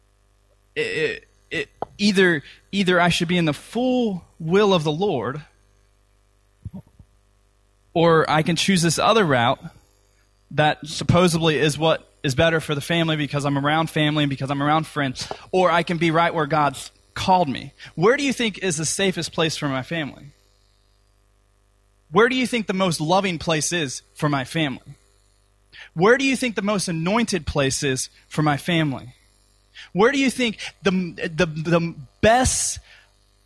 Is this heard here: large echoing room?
yes